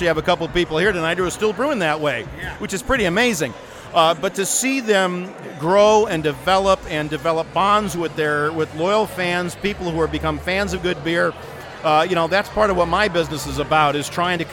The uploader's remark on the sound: Live From Medina Beer Fest